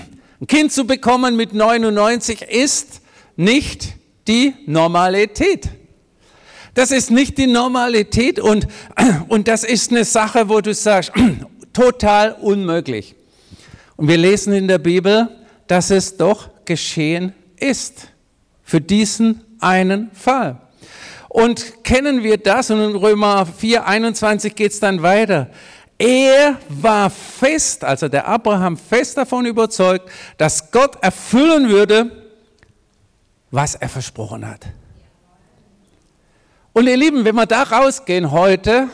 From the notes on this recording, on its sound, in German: predigt im Missionswerk Karlsruhe